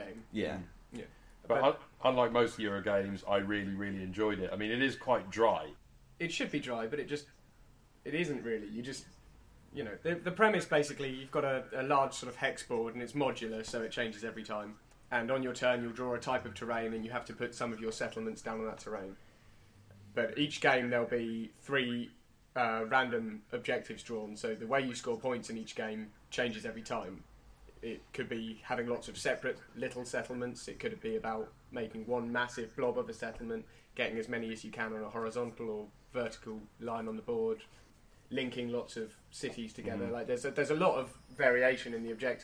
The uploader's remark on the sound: leaves some headphones on near a mic giving weird reverb effect for the first ten minutes